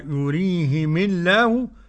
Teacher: تبقى لام الجلالة مرققة. نعم سبقت بكسر فتكون مرققة